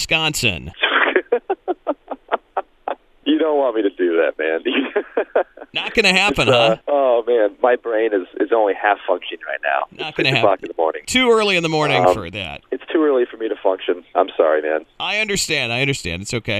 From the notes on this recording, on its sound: called into The Point Morning Show